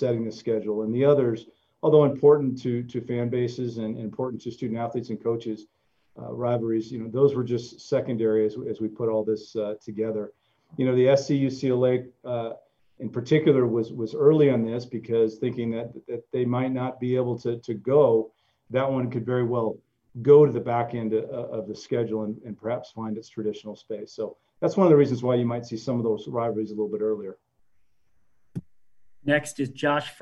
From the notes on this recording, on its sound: ZOOM conference call